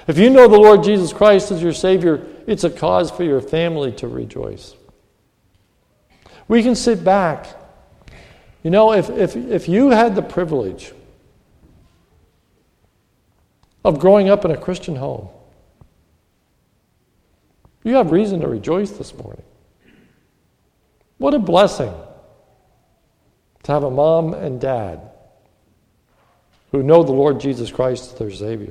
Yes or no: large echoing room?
yes